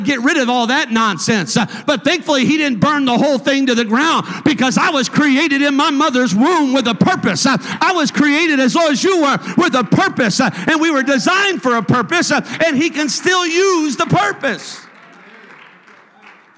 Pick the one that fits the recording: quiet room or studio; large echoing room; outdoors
large echoing room